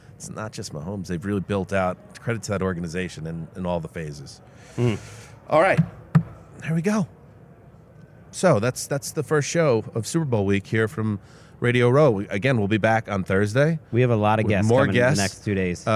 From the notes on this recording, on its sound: In a convention room full of heroes